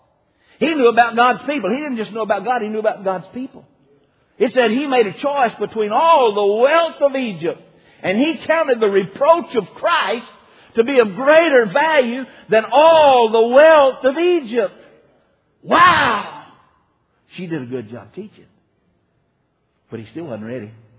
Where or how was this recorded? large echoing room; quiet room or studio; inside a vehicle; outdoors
large echoing room